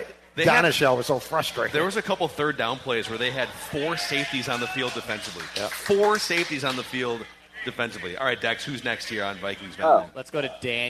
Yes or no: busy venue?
yes